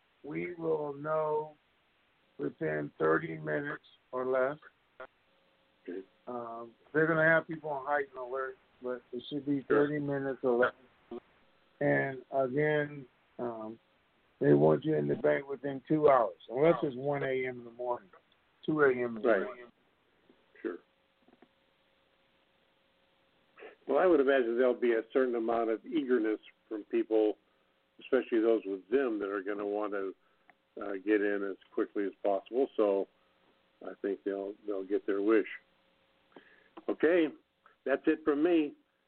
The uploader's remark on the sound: TNTSuperfantastic Conference Call